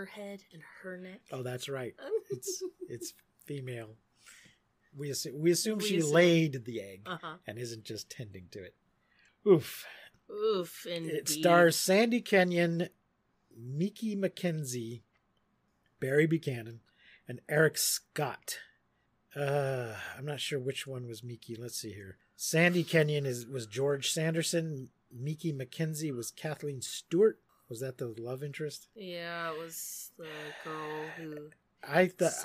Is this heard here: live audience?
no